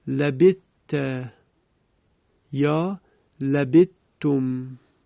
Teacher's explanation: حرف سا کاملا از بین رفت و حرف تا مشدد شد · Term: ادغام